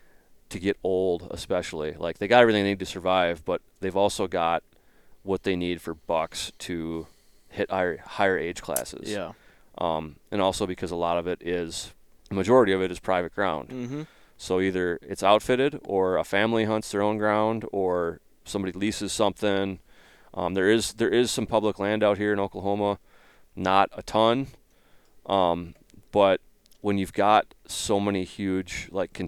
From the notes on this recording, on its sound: LIVE in Oklahoma from our wall tent